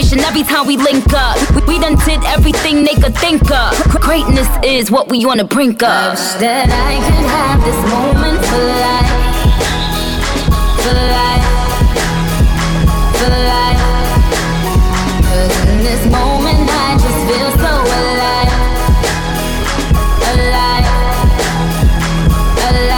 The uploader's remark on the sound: SET LIVE RECORDED AT EL SOCIAL KITCHEN GASTRO BAR. SUPER BOWL 2024 SUMMDAY FUNDAY SET.